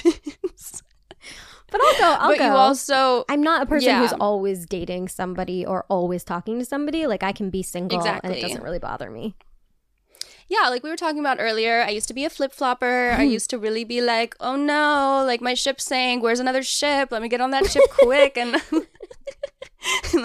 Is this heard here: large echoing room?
no